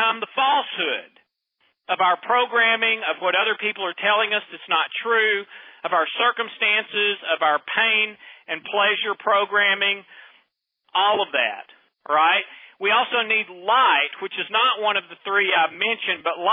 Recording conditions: phone line